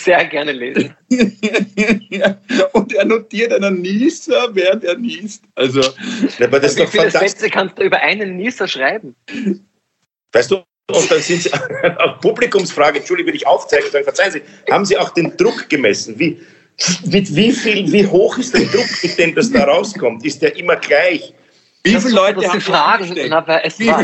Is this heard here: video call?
yes